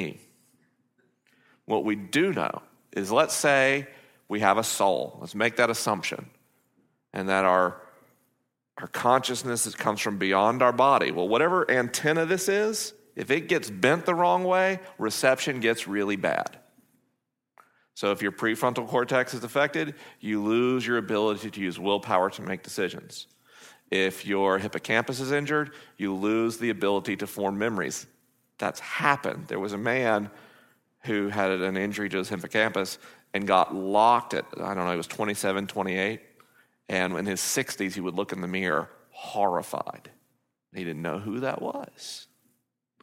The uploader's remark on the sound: It's a live episode of the program this week coming from the LIMINAL Conference hosted by Ventura Vineyard .